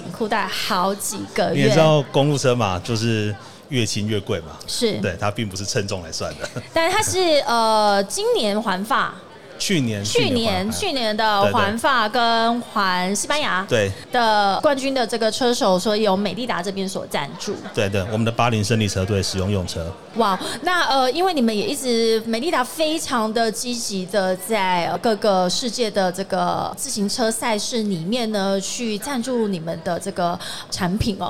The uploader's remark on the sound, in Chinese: 2022 Taipei Cycle台北國際自行車展-Live Podcast